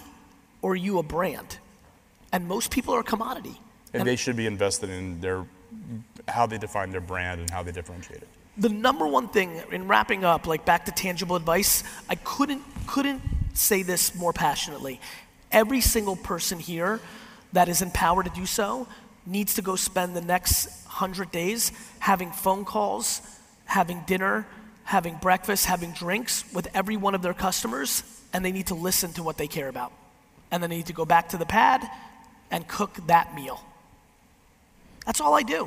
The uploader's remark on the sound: A keynote I did a few weeks back at Transparency19 WavesSide Chat.